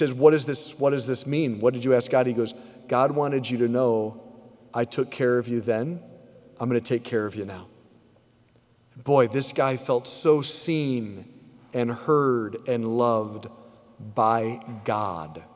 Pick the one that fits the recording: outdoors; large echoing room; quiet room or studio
large echoing room